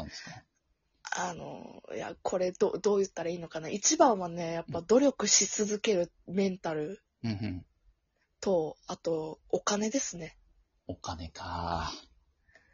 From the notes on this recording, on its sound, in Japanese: リモート収録。ゲストと一緒に配信。